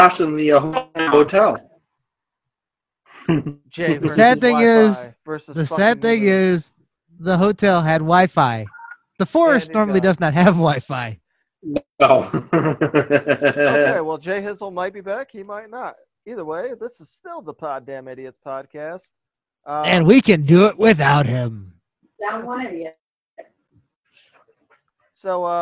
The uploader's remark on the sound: Out in the woods in the Wisconsin Dells and the Henplex Studio unavailable. With poor audio, signals cutting out, and no real agenda.